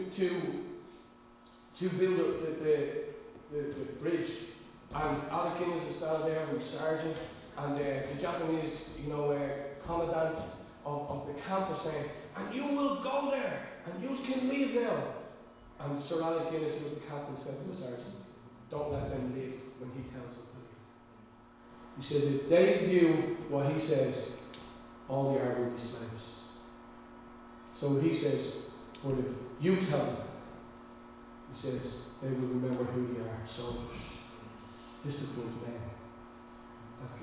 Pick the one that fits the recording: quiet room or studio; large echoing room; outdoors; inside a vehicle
large echoing room